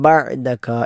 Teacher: ബഅദക എന്നതിലെ ഐൻ തൊണ്ടയുടെ മധ്യഭാഗത്ത് നിന്നും പുറപ്പെടേണ്ട അക്ഷരമാണ്.